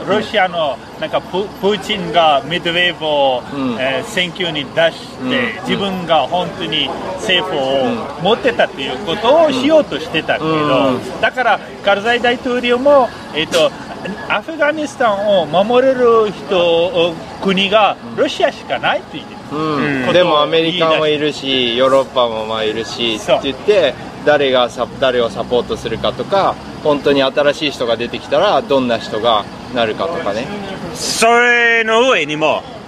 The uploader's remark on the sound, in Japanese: 外で録音しましたので、バックグラウンドはちょっとうるさくて、申し訳ありません